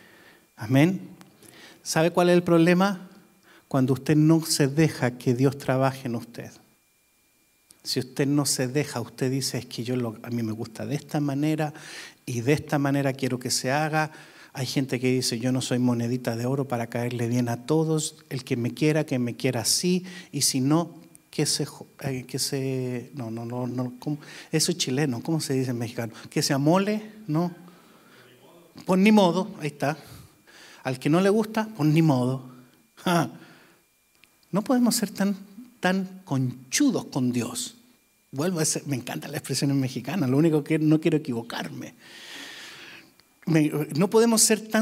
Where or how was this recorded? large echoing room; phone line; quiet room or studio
large echoing room